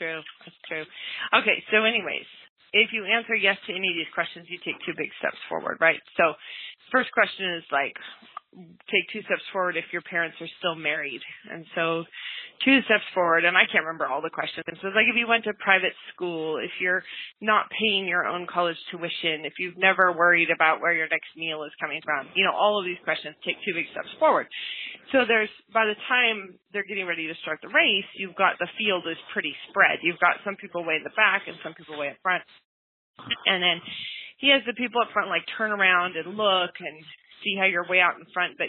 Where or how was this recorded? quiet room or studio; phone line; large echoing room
phone line